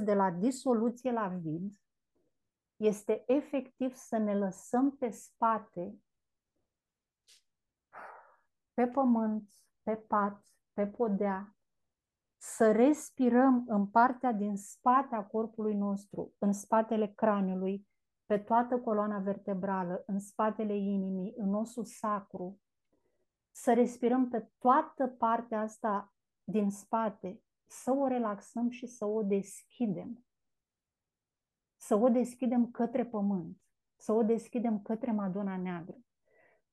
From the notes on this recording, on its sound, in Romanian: Cei peste 70 membri ai comunității SUUNA care au fost live pe zoom cu noi în această conversație.